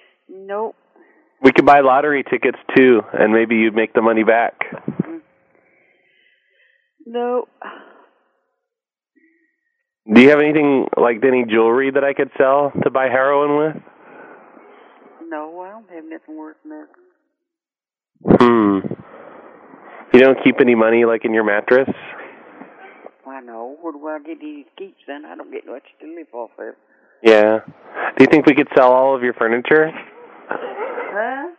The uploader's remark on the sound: Prank Phone Calls